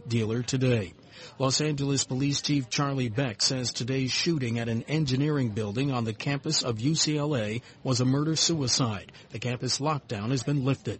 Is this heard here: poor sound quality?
no